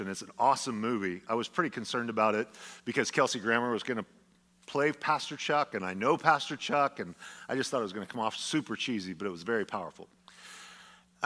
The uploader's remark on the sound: a sermon delivered as part of the Anchored Series at Godspeak Calvary Chapel in Newbury Park, California on February 25, 2023